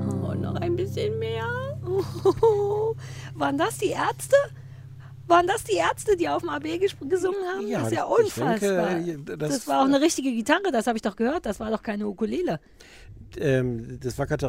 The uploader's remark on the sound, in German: Mit einer Open-Air-Folge.